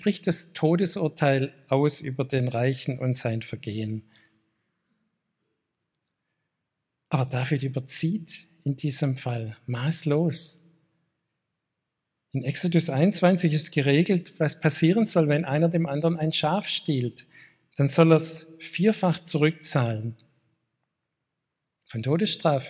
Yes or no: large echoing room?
yes